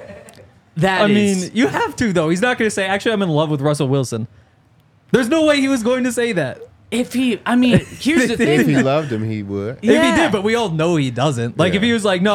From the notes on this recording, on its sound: coming to you LIVE from the DNVR Bar